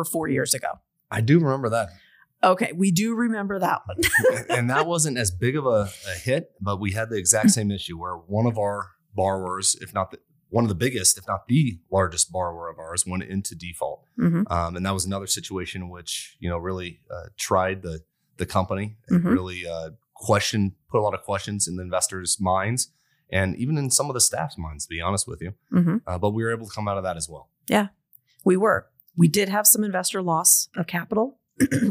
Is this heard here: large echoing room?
no